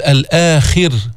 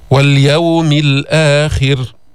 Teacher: فبتقول الآخر، خاء كسرة خي، واليوم الآخر، بترقق الراء. ليه؟ لأنه سكنت وقفا وقبل حرف مكسور، كسر أصلي